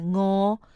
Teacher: เสียงพยัญชนะดังเสียงก้องเกิดอยู่เพดานอ่อน